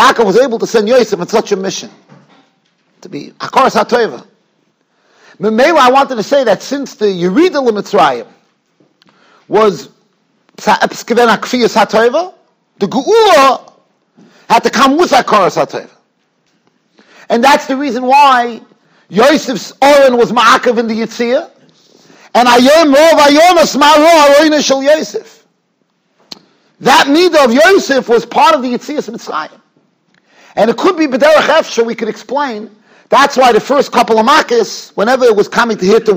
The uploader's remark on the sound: Shiur recorded in Yeshivas Ohr Reuven, Monsey, NY.